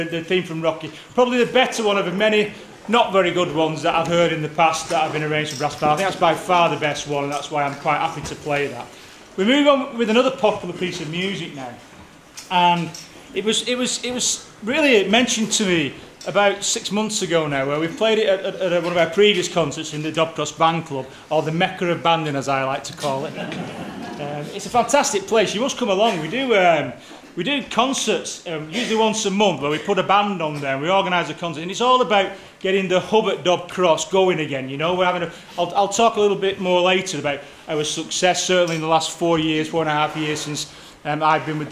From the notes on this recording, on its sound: outside Broadcast recording from the Playhouse 2 Theatre in Shaw